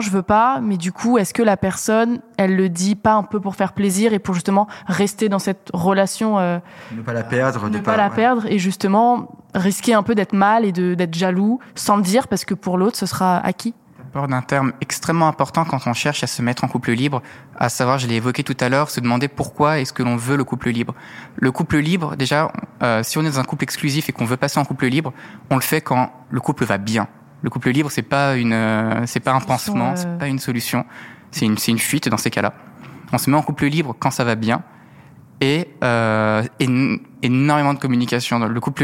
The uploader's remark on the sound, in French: Enregistré au Jocelyne, sans ingénieur du son, j'ai fait de mon mieux !